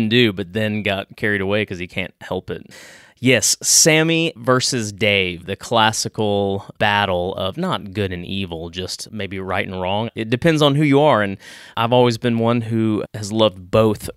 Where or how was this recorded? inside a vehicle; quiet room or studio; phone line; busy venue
quiet room or studio